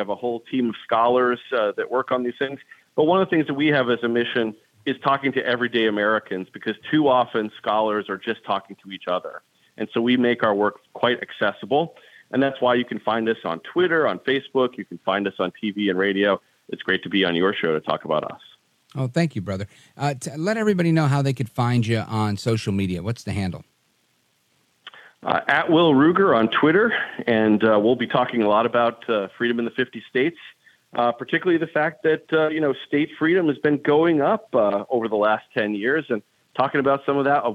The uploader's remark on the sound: we take your calls in open phones across America